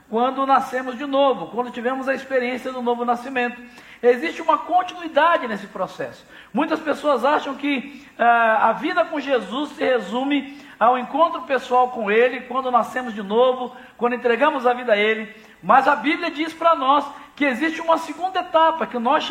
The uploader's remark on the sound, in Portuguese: Celebração ao vivo